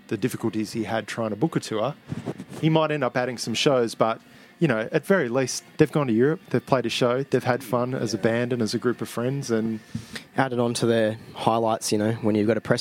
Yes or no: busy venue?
yes